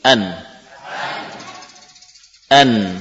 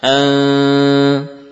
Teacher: sekarang lidah lepaskan dari gusi. Namun munculkan gunnah. · Shown in: second take · Term: menyamarkan nun